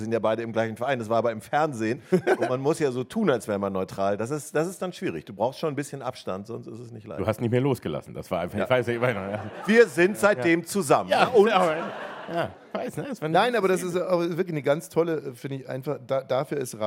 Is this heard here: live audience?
yes